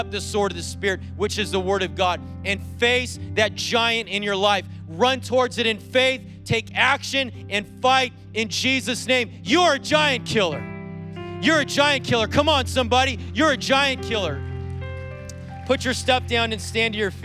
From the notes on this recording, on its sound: preached on January 16th at the 11:30AM service